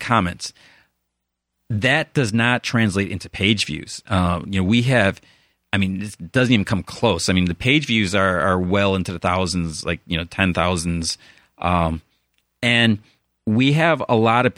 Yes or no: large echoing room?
no